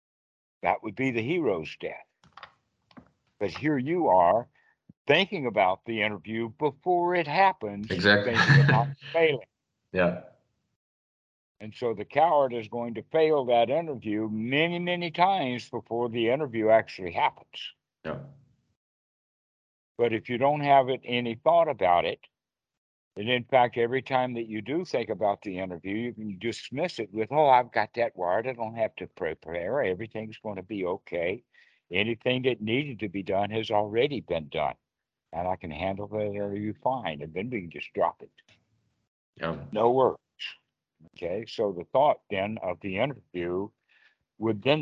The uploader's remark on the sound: skype calls on this channel